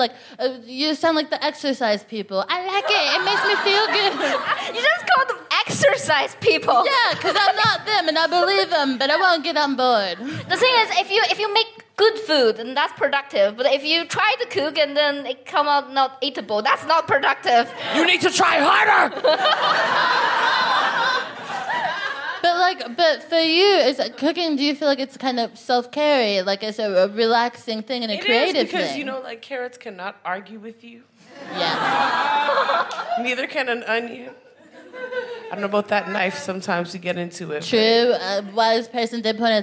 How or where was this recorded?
busy venue